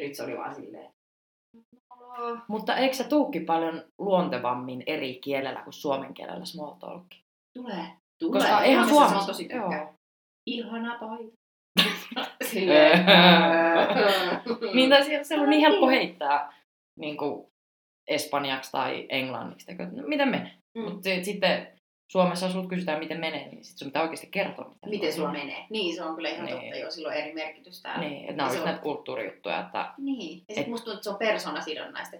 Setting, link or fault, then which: fault, poor sound quality